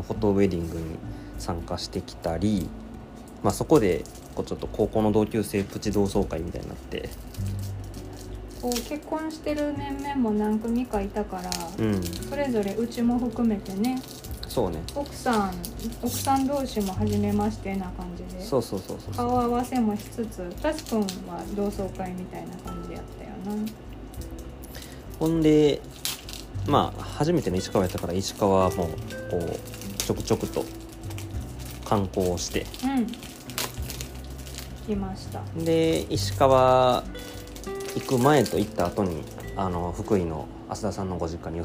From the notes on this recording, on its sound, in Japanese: 年越しそばを作りながらの収録なので、物音が多いです